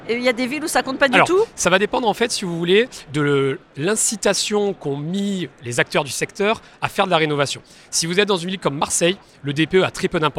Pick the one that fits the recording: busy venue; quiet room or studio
busy venue